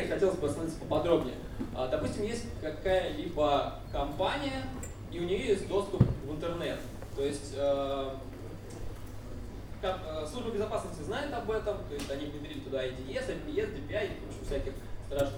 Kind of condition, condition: setting, large echoing room